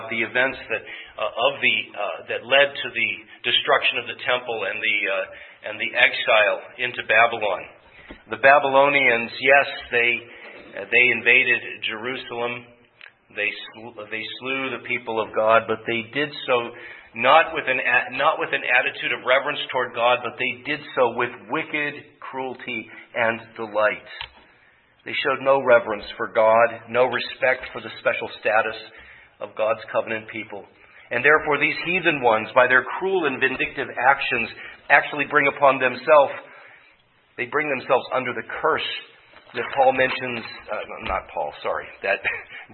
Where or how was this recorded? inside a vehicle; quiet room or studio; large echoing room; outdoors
large echoing room